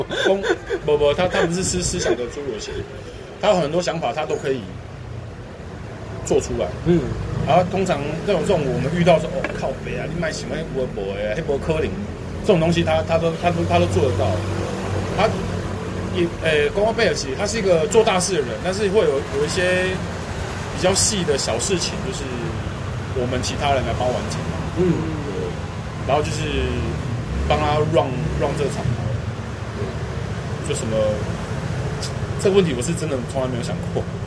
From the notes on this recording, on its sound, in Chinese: 錄音地點：台南 牽咖啡